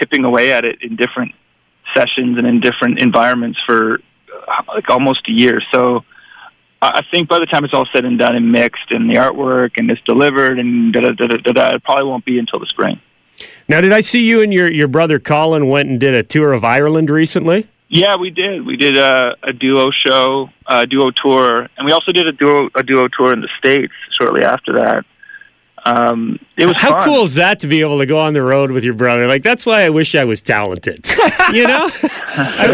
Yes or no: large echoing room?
no